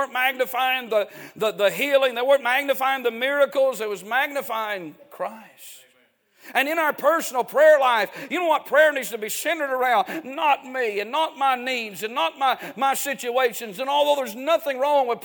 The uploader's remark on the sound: A sermon preached Wednesday Evening.